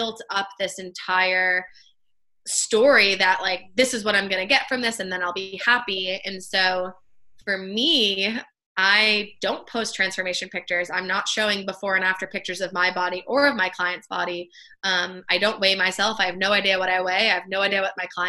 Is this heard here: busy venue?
no